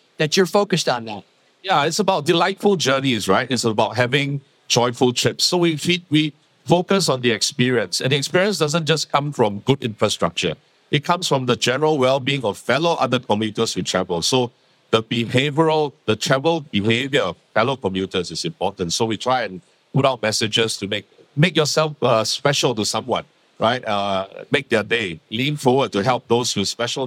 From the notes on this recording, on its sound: This week we bring you our final segment from the UTIP Global Summit held earlier this summer in Barcelona. CEO Roundtable recorded live at the summit.